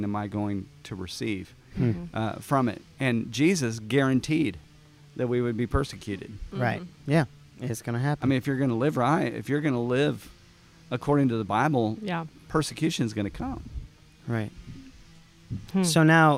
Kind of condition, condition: setting, outdoors